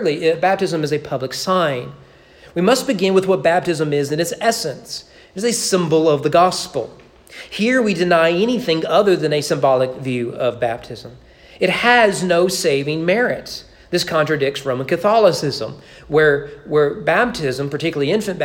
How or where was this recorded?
large echoing room